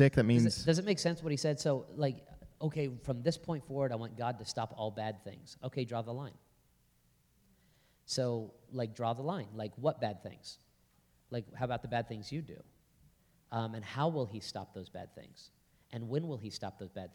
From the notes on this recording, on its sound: On stage for a live Q&A from the audience. From the Hillside Gathering.